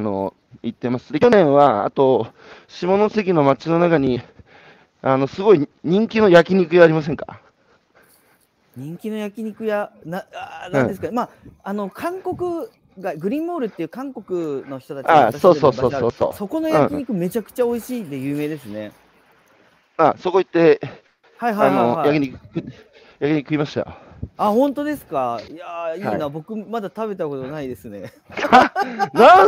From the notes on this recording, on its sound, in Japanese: 歩きながら1時間、対談する。